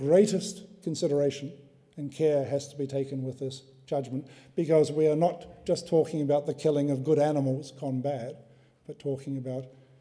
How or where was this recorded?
large echoing room